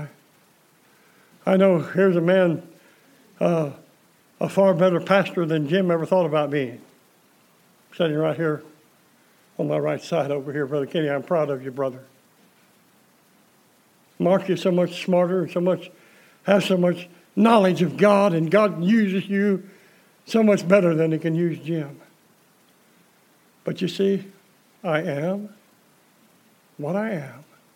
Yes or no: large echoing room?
yes